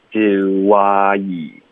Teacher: do 嘟嘴了，嘴唇撅起来了，滑动了，我们就连读到 I，那你嘴唇会放松，dowa，然后导致一个 wa 的音，do wayi，张嘴，然后再咬下去，滑到一个 e 的音。How do I?